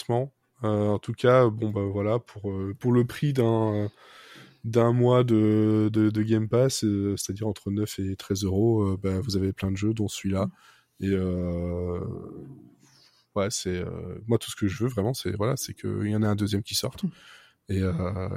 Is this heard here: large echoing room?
no